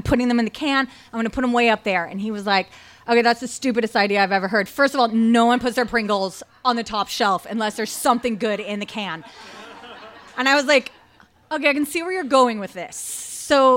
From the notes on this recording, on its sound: Recorded live at Tiger!Tiger! Tavern.